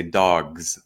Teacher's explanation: after a voiced consonant, where your vocal folds are vibrating, you pronounce it as a Z